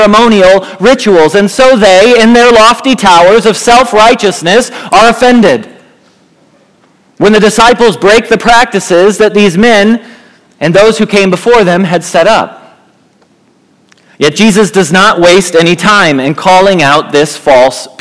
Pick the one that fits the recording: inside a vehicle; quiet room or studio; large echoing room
large echoing room